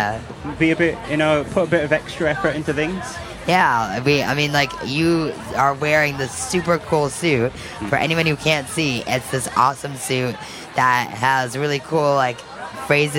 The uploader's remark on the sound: live coverage of the Leeds Pride Event